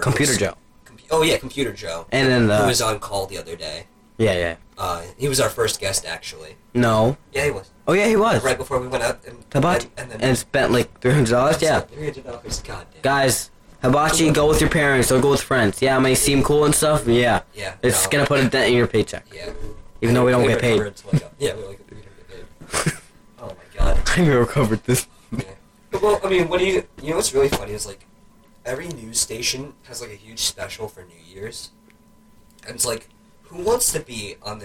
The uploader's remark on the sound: The boys finding out the microphone was facing the wrong way. Calling a guest who does not pick up the phone. Sorry about any audio problems this episode were getting a new setup soon.